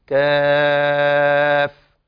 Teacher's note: كاف تنتمي إلى الصنف ثلاثة الأحرف التي يتوسطها حرف مد، فسنمدها ست حركات